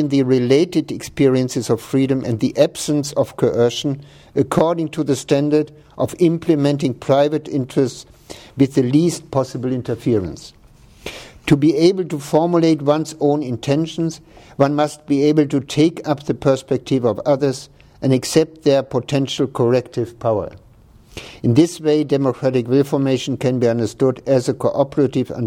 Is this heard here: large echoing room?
yes